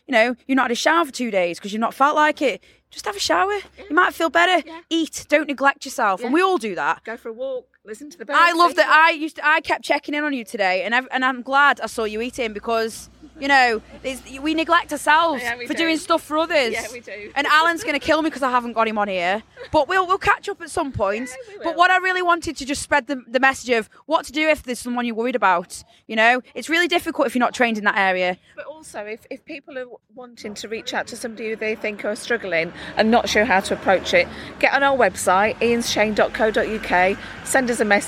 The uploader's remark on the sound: Sav Fest 2023. On the closing night of the festival, courtesy of half an umbrella keeping the rain off us...well as best as it could!